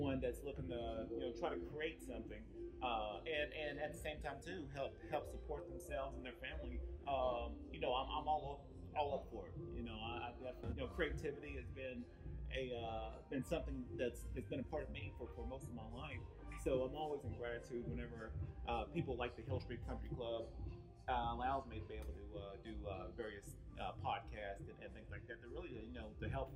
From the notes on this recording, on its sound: This was actually a previous FB Live recording over the weekend at the Alley Art Festival in Vista, California.